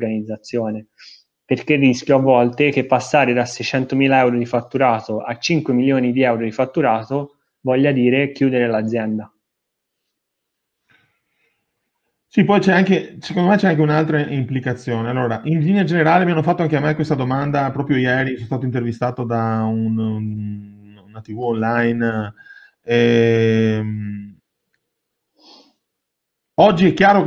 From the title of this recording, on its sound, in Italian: audio pillole webinar